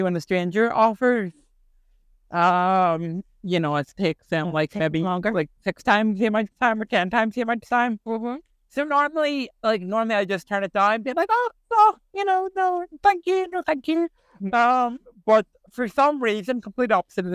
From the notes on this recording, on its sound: we taking our recording on and off the road